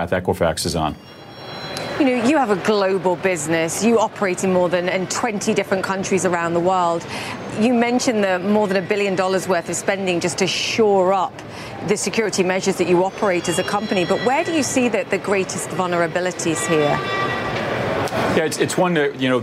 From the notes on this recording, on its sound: Live from the New York Stock Exchange.